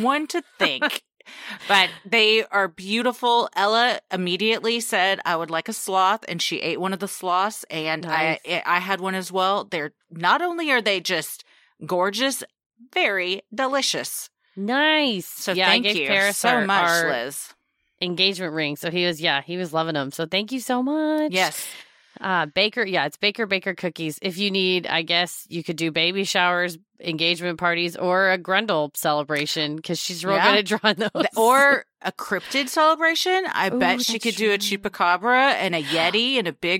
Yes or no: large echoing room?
no